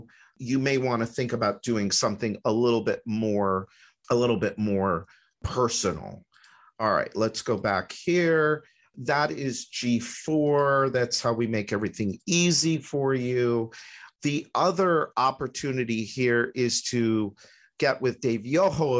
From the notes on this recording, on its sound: you are going to hear the recording of a webinar